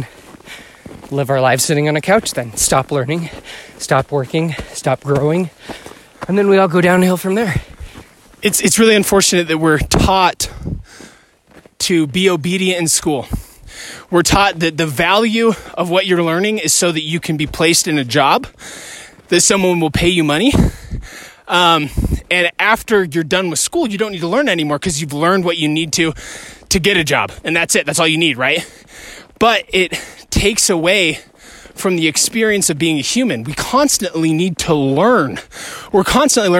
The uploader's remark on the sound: All while enjoying a beautiful hike in the woods humbly passing an iPhone back and forth.